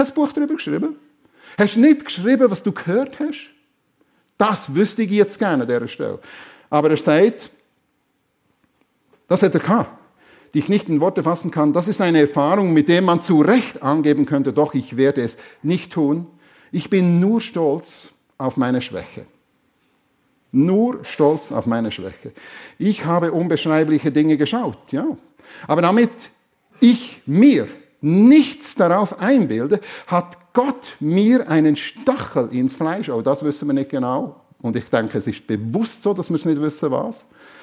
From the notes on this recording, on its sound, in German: Predigt der FEG Sumiswald an Pfingsten 2023